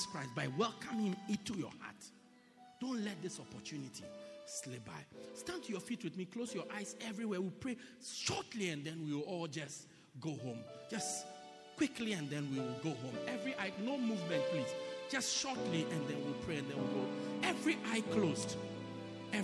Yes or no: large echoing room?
yes